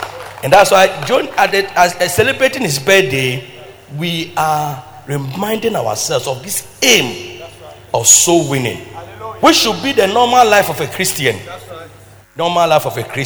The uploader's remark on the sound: Preached at Loyalty House, Abbey, Dahwenya